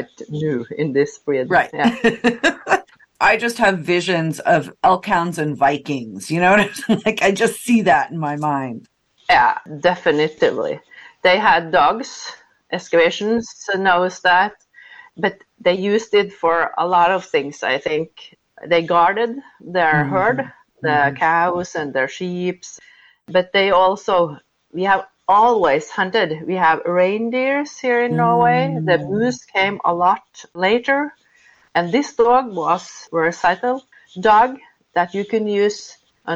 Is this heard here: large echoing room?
no